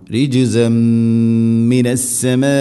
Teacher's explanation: തെൻവീനിനെ മീമിലേക്ക് ഇത് ഗാം ചെയ്ത് അഥവാ കൂട്ടി ലയിപ്പിച്ച് മണിച്ചു കൊണ്ട് ഉച്ചരിക്കണം · Term: ഇത് ഗാം ബിഗുന്ന